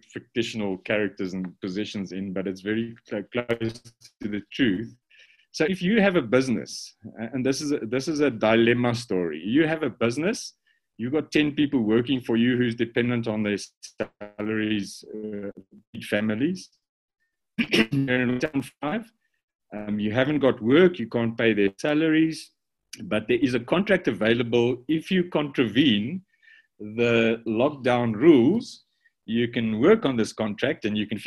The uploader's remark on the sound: Breakthru Business Forum ZOOM Meeting.